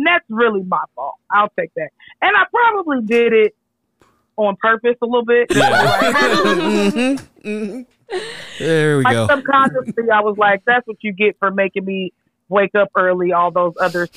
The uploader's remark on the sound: joins us on the phone!